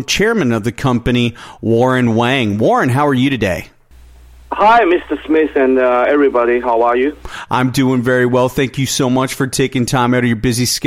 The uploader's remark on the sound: called in to SmallcapVoice.